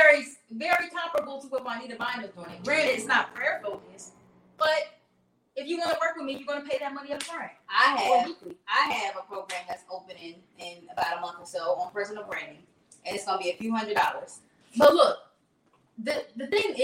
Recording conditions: poor sound quality